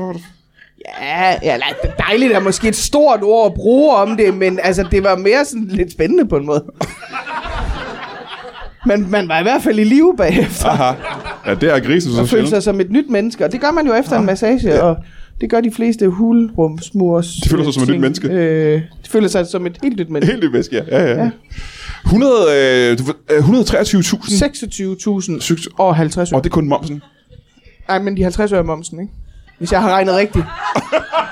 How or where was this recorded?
live audience